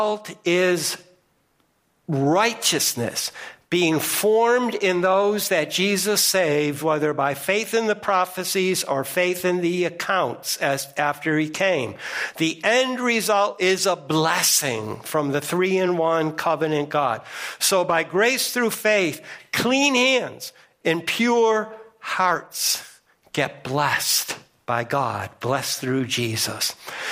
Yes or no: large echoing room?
yes